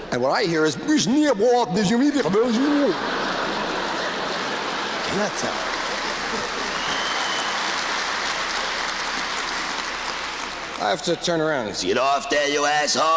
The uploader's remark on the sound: Format: Original Recording. This is a recording of a live performance at the Paramount Theater in Oakland, California, on July 20, 1974.